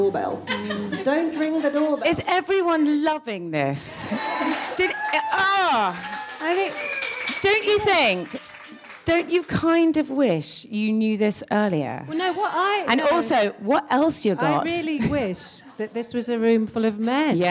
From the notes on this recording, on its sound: A very special live edition of the Hotbed, recorded at Sh! Women’s Store in London. Their gaggle of gorgeous listeners.